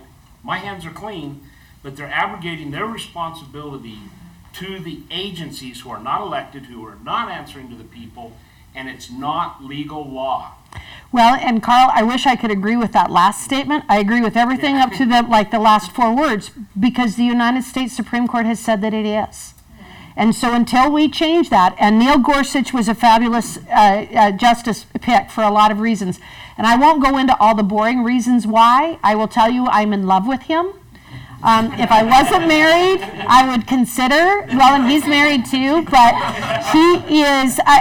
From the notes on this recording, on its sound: addresses the crowd at an Equality State Taxpayer's Association event